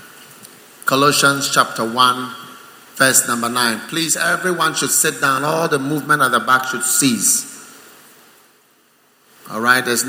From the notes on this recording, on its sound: Preached at the First Love Center, Accra.